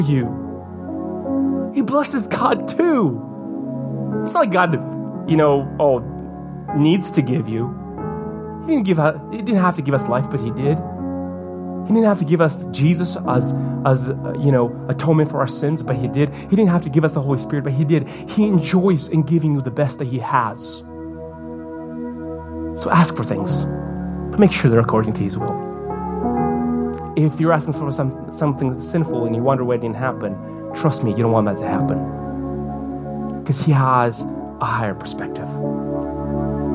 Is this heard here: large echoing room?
yes